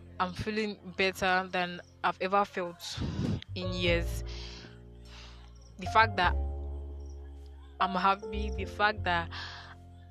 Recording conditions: outdoors